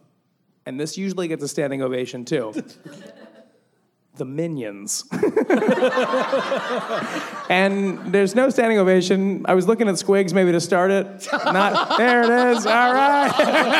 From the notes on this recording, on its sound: LIVE at BroadwayCon 2019!